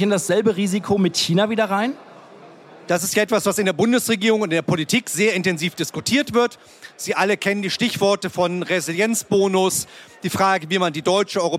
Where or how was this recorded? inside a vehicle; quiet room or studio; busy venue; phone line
busy venue